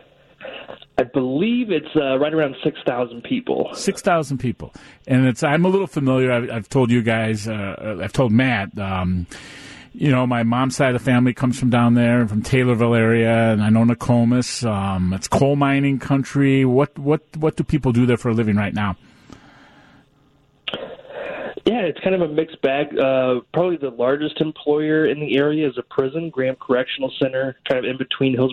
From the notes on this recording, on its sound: joins the conversation over the phone